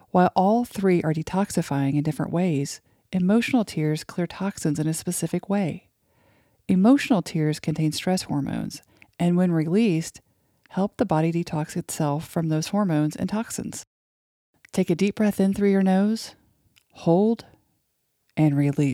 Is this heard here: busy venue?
no